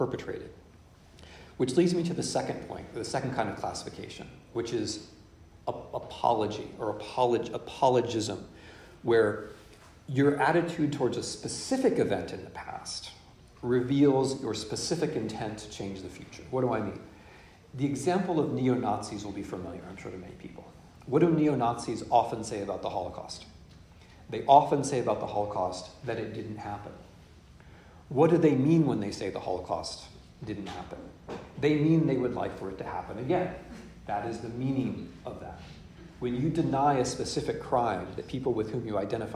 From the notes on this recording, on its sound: In this lecture, delivered at Boston University on 28 October 2022. In this lecture, delivered at Boston University.